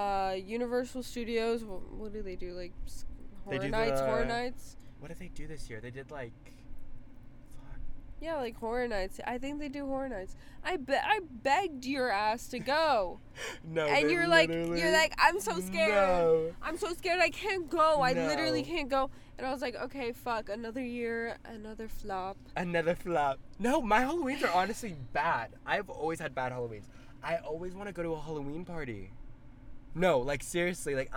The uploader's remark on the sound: The lights go out and we are in our car.